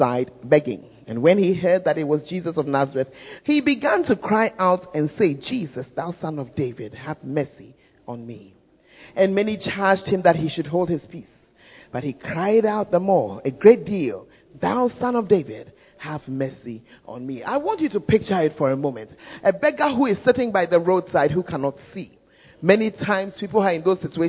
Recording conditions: large echoing room